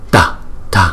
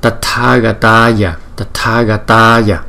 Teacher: Chữ tờ nhưng mà chúng ta đưa cái hơi nhiều ra thành là T chứ không phải là thờ. T, T.